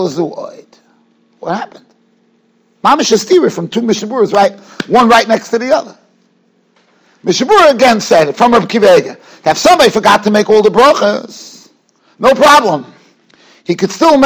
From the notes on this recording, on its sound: Shiur recorded in Yeshivas Ohr Reuven, Monsey, NY.